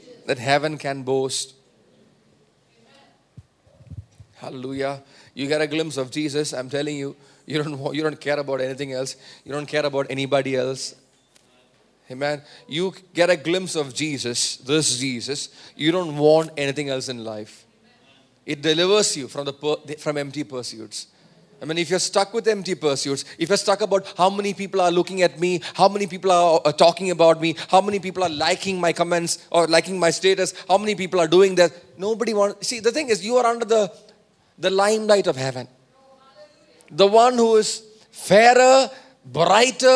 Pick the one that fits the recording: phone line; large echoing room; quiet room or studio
large echoing room